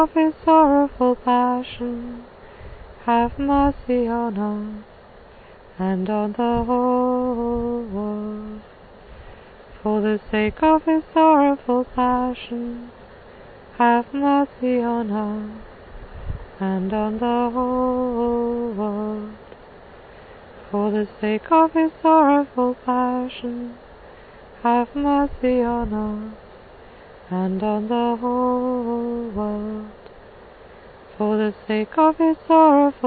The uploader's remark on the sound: This was recorded by the sea in North Cornwall